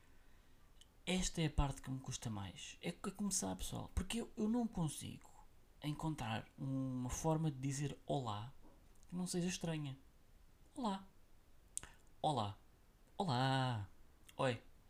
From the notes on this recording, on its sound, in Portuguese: NOTA IMPORTANTE: Eu sei que o som está baixo, mas era entre um som baixo e uma melhor qualidade ou um sou alto e ruídos, carros, aspiradores.